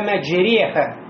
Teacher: После «ро» у нас приходит надро фатха, затем алиф. Но у нас вот этот алиф переходит в сторону звука «я» и будет не «маджироха», а «маджреха». · Term: Имяля